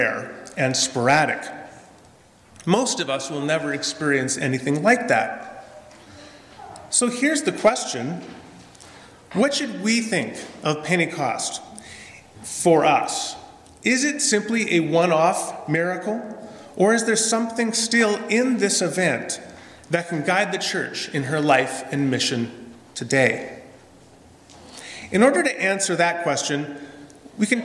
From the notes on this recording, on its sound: This is a sermon I preached at Lendrum Mennonite Church in Edmonton, AB on Pentecost Sunday 2017.